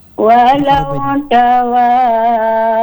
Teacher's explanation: Iya, dalnya enggak pakai de lagi, langsung kita idgham.